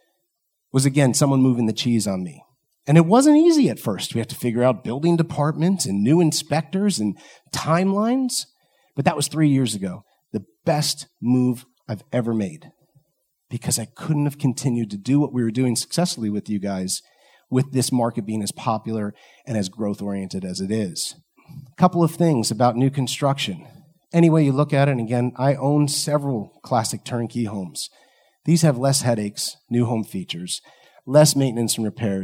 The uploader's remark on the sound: Today’s episode is a live speech from the 2019 Meet the Masters of Income Property event.